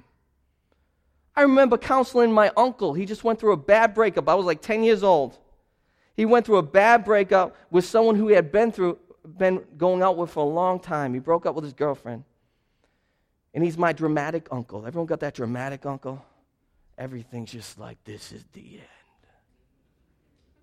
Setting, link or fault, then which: setting, large echoing room